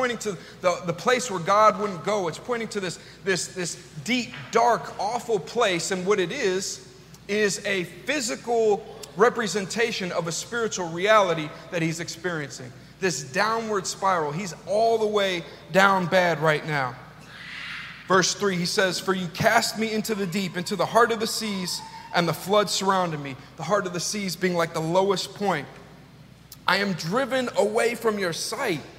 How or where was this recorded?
large echoing room